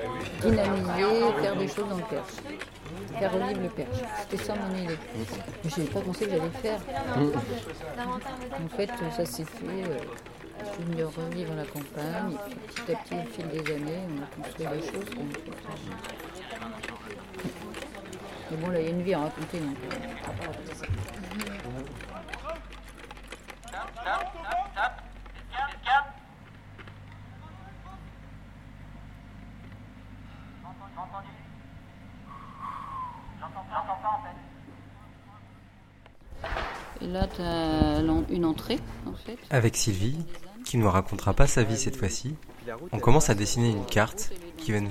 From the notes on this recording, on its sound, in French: Le Cheptel en fête. Toutes les sons et musiques proviennent des spectacles, et moments enregistrés cette semaine d'Aout 2019.